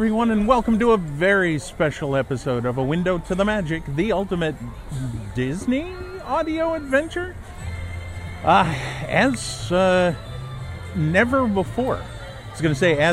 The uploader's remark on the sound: some audio of his first visit to Efteling Theme Park in the Netherlands